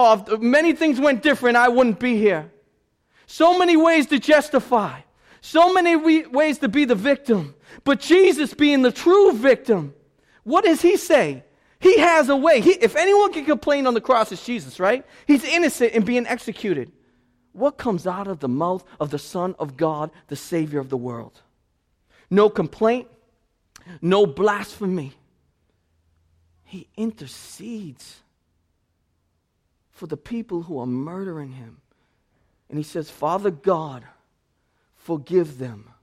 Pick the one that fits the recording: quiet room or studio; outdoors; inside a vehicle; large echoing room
large echoing room